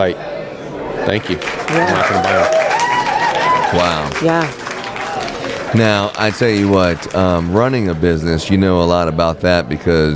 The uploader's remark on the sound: recording LIVE from Las Vegas